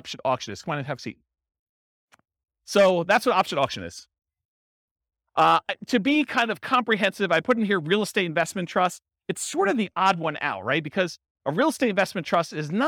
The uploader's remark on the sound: This was a live class recorded to give investors a solid qualitative overview of all the different real estate investing strategies.